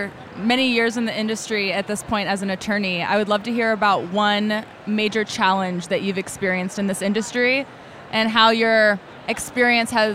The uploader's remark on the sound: Live from Psychedelic Science. Our team interviewed eight speakers and exhibitors from the conference hailing from various walks of life.